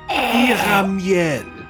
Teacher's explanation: the R sound in the Menorees is way back in the back of your throat